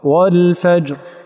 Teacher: أتى براء مجهورة لكنه أنقص رخاوتها وأنقص زمنها